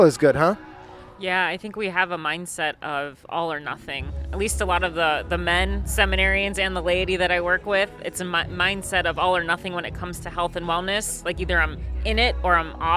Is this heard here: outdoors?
yes